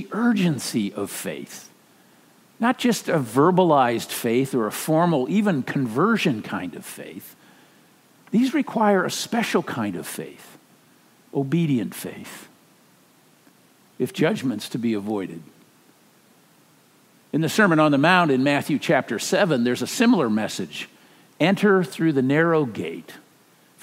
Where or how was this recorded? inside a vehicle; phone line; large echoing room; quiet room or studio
large echoing room